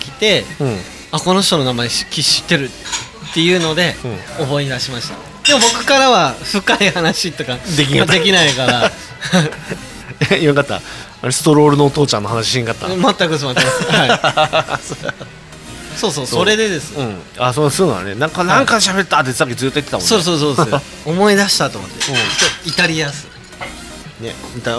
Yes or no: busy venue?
yes